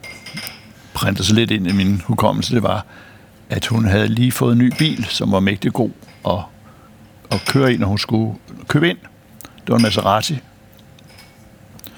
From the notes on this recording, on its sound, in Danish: Optaget på Nimb Brasserie, Tivoli, København.